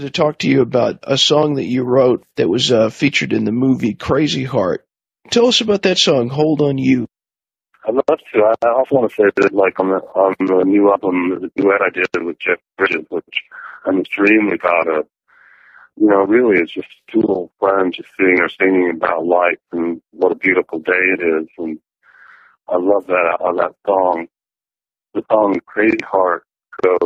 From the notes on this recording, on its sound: It’s got that kind of “telephone” sound to it, but you’ll be able to understand.